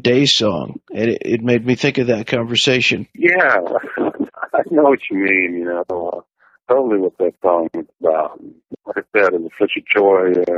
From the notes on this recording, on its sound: It’s got that kind of “telephone” sound to it, but you’ll be able to understand.